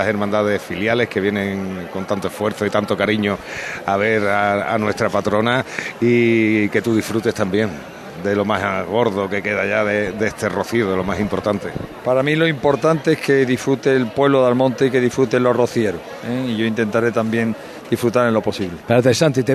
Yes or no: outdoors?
yes